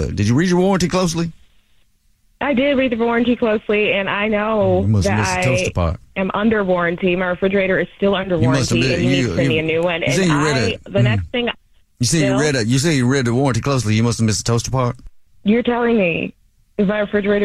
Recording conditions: phone line